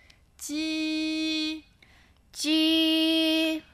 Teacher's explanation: 注意发鸡的时候，我们不需要很强的气流。 · Term: j